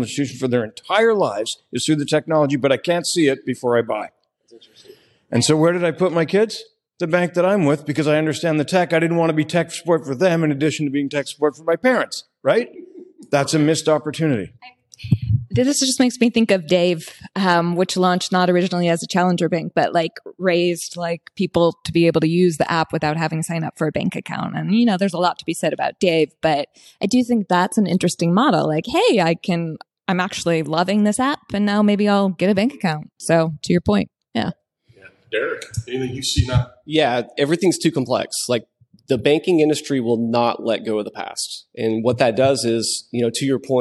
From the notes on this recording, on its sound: in the halls of FinXTech 2023 in Tampa